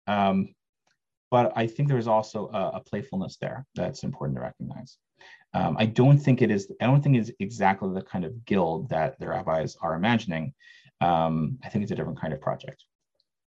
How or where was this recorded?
video call